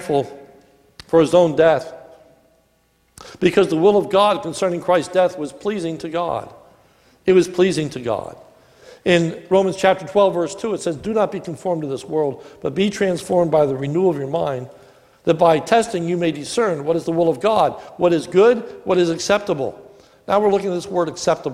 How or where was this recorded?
large echoing room